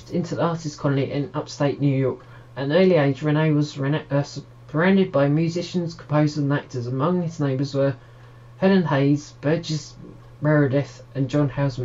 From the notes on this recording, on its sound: Please note that the episode unfortunately suffers from minor technical difficulties throughout.